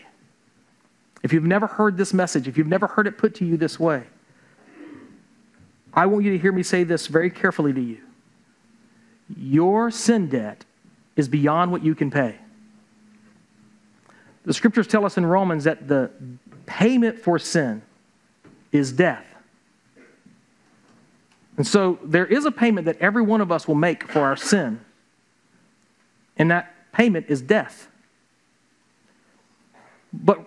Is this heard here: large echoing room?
yes